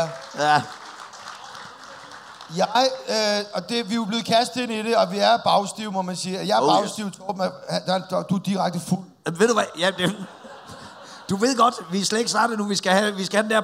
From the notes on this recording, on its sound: Live fra Jelling festival.